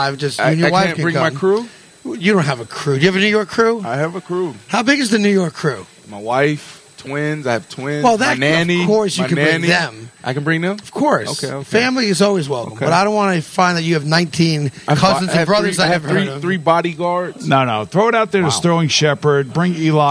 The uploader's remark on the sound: broadcasted live in Baltic Connecticut at the Mohegan Sun golf course